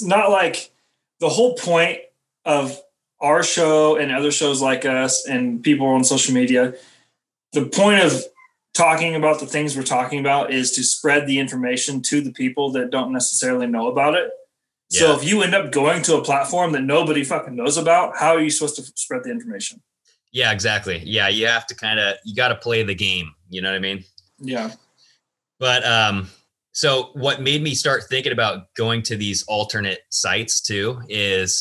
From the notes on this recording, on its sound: They meet up via Zoom.